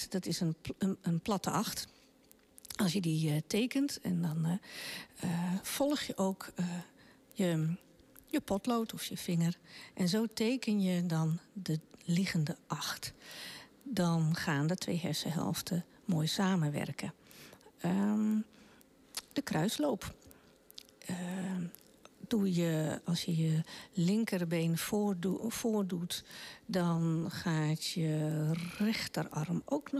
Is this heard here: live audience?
no